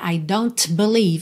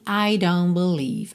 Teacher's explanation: repara que você não ouve o T de don't · Shown in: second take · né? Não é I don't believe, e sim I don't believe.